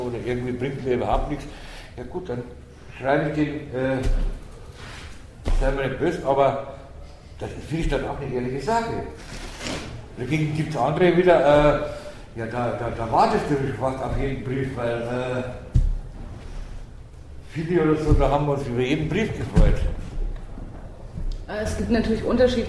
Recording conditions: live audience